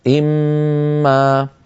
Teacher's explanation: لكن في سورة الرعد فقط نجد أنها قد كتبت إن ما بنون مظهرة، يعني إن كلمة وما كلمة، ولكن عند الوصل القراءة واحدة، إما لابد من إدغام النون في الميم فيصير النطق إما